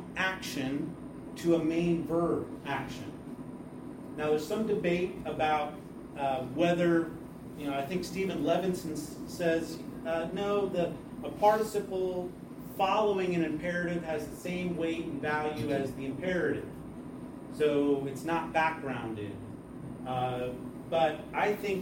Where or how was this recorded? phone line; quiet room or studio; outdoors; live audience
live audience